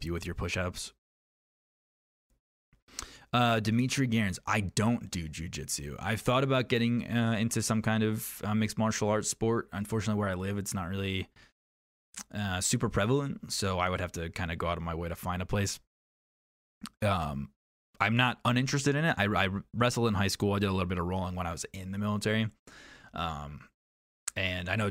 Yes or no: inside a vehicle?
no